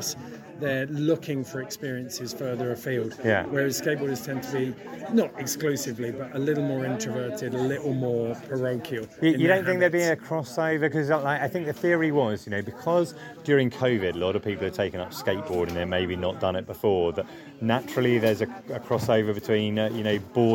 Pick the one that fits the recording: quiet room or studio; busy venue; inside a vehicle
busy venue